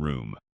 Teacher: The more common sound is a longer oo, as in room.